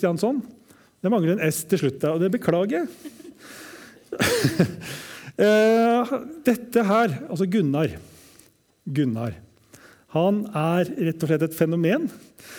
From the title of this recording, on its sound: live TOK2022